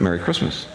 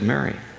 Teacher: M-E-R-R-Y and M-A-R-R-Y. You say them the same.